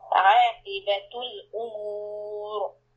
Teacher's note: عاقبة الأمور the raw in the end is heavy.